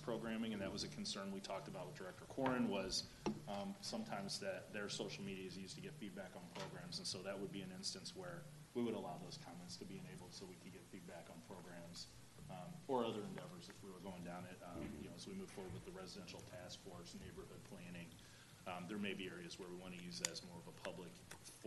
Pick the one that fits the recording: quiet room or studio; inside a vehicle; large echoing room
large echoing room